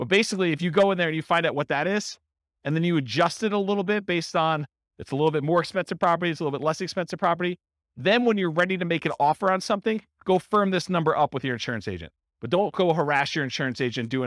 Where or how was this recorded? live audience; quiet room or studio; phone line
live audience